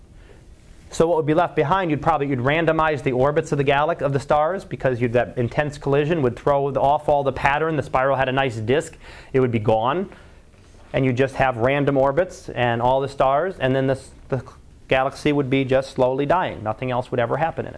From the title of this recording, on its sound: Live Class Lecture